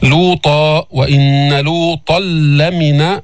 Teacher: إدغام بلا غنة، أدغمنا التنوين في اللام، لمن المرسلين، نفخم الراء الساكنة لأنه سبقها ضم مثل القرآن، الراء الساكنة إذا قبل فتحة أو ضم تفخم، العرش، القرآن، هنا المرسلين، لمن المرسلين.